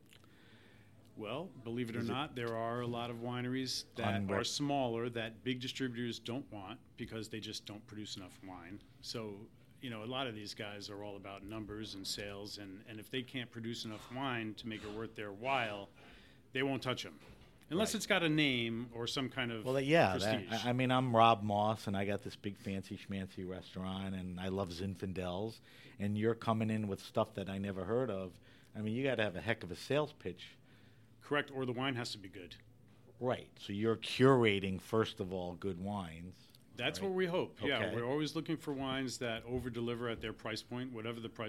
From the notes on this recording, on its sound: This episode of HRN On Tour was recorded at the Global Wine Dinner at Washington Prime as part of Norwalk Now’s CRUSH. This episode of HRN On Tour was recorded at the Global Wine Dinner at Washington Prime as part of Norwalk Now’s CRUSH.